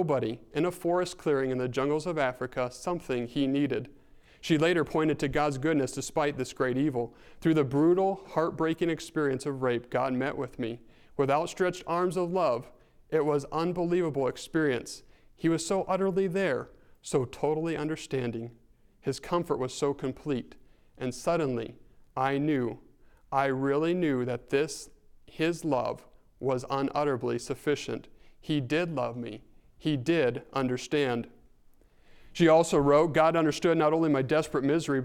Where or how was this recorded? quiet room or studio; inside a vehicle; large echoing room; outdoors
large echoing room